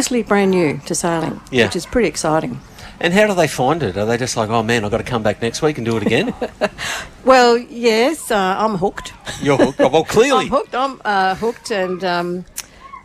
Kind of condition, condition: setting, outdoors